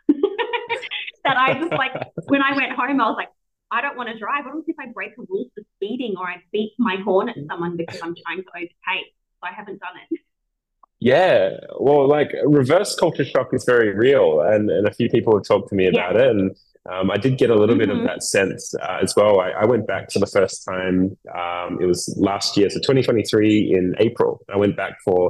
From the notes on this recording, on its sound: Unfortunately the wrong mic was picked up during recording and this was as clear as I could get the audio before it started cutting out altogether.